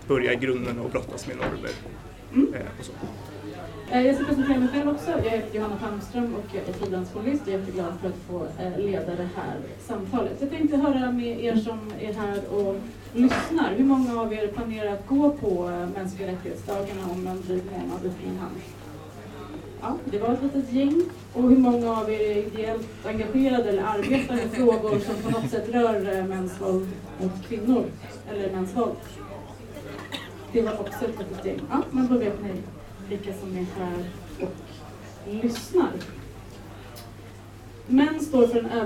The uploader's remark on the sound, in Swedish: Inspelningen är från samtalet på Bitter Pills i samband med MR-dagarnas lansering av årets programtidning. Ljudet innehåller bakgrundsbrus.